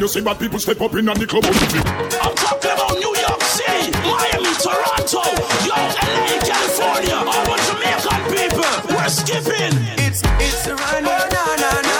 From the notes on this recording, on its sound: LIVE AT ISLAND SATURDAYS ON NOV 6TH.